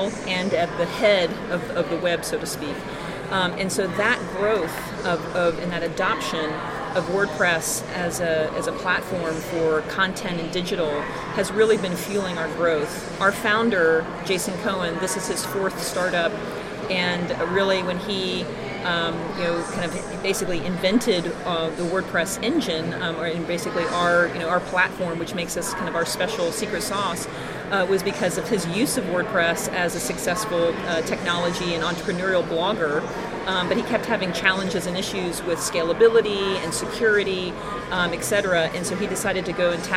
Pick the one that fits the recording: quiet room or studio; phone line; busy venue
busy venue